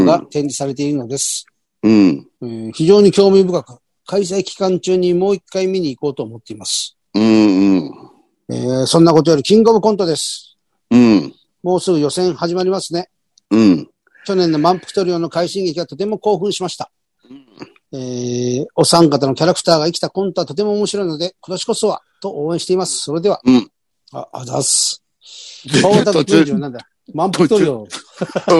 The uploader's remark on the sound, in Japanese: ZOOMで収録